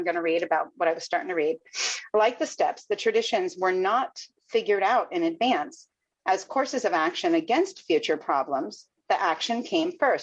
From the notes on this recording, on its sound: Broken Elevator zoom meeting held in November of 2022.